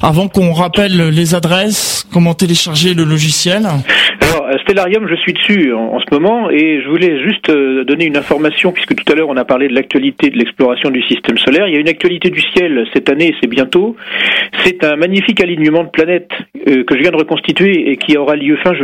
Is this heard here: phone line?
yes